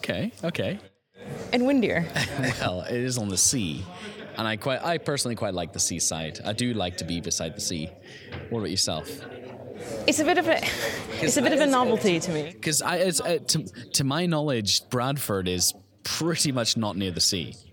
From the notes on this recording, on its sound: This was recorded at CIFA Brighton 2018 conference